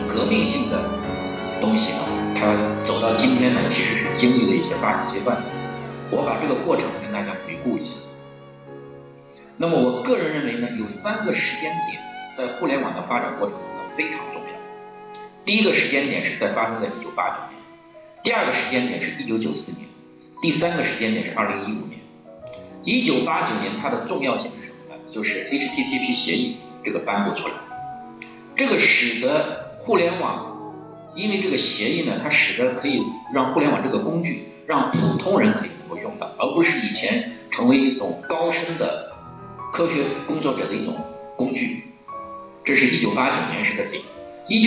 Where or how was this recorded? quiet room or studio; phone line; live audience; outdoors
live audience